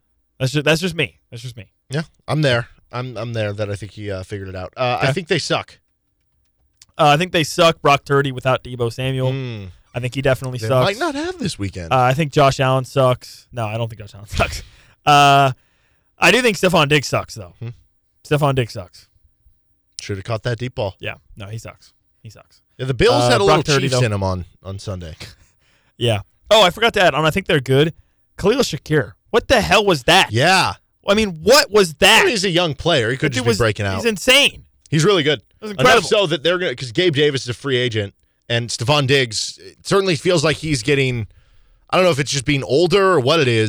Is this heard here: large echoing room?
no